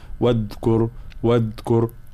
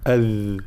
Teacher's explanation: الذال هنا لابد من بيان صفة الرخاوة خاصة · Shown in: second take · فلا نقول واذكر واذكر، أصبح فيها نوع من الشد، لا أذ هذا صوت الذال، واذكر في الكتاب.